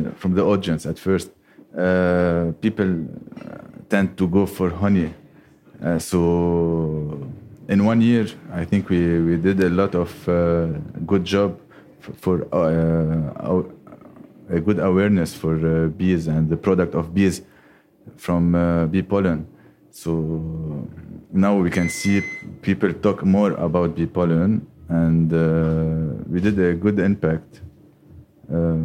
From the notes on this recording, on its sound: taped live at Aaliya's Books.